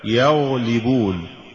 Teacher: والذي أجمع عليه هؤلاء الأعلام أن الحرف المفخم الساكن يتبع حركة ما قبله، مثال ذلك يغلبون، فالغين ساكنة قبلها فتح فتعتبر في الدرجة الثانية